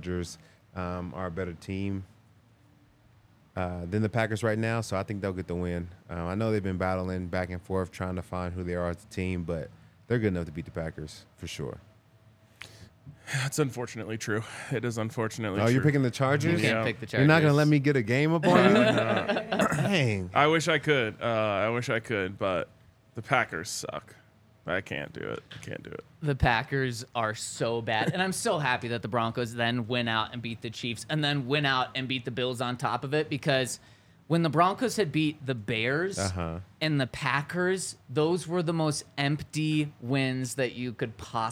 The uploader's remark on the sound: coming to you LIVE from the DNVR Bar